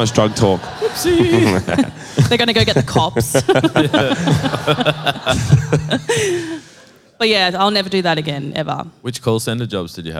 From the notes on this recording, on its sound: Live in Brisbane. We did our first live pod in Meanjin and it went off! An unhinged chat in front of a fun crowd.